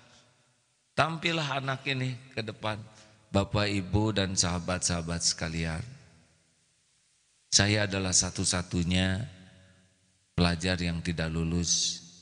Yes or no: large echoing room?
yes